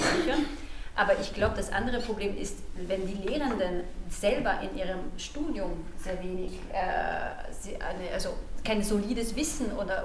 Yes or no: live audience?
yes